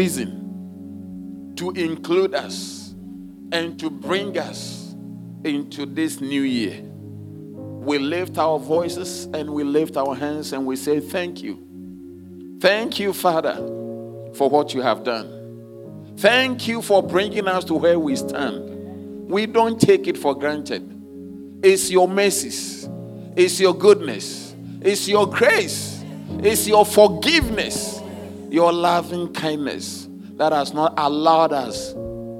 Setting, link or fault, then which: setting, large echoing room